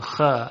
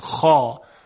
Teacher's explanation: در حالت عادی الف بعد از خا رو اینها ترقیق میکنن، خ اینجور میگن، اما در قرائت قرآن و تجوید تفخیمش میکنن